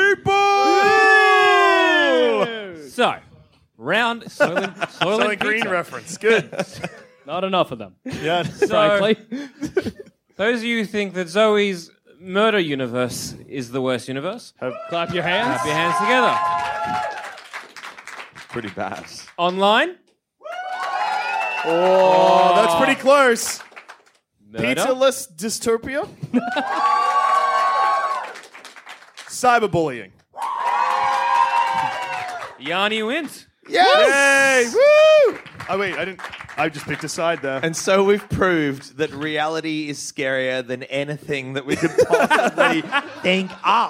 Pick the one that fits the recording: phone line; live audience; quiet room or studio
live audience